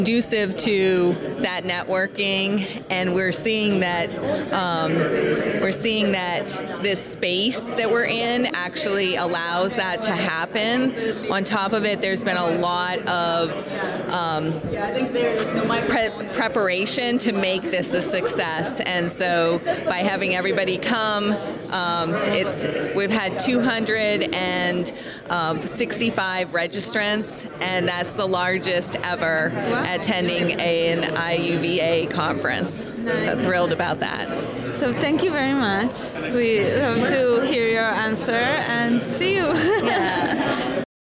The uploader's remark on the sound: Live at IUVA Americas 2022